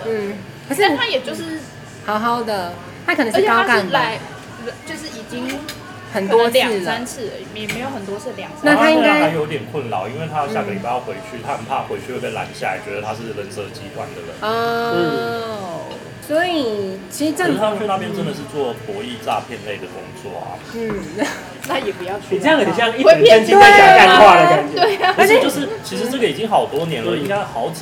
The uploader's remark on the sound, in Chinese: Lane 72 Bistro 英式餐酒館。本集首次嘗試在餐酒館內錄音。